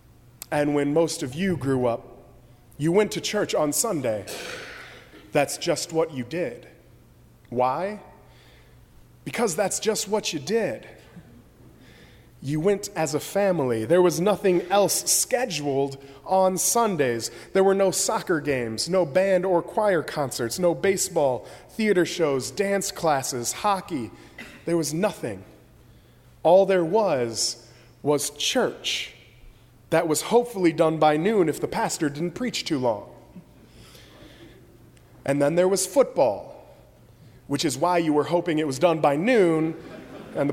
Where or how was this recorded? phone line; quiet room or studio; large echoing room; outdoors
large echoing room